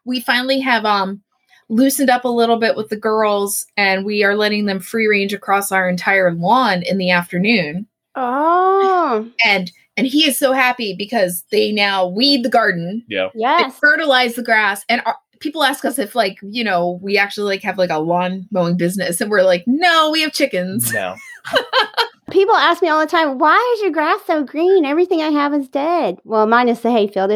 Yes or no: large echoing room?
no